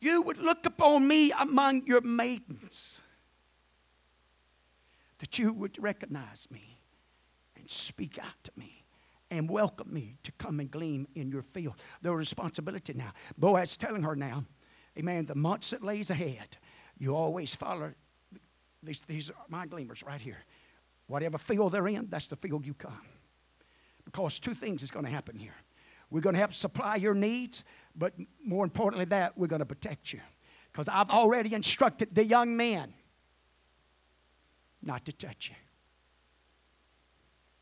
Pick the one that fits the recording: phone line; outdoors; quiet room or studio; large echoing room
large echoing room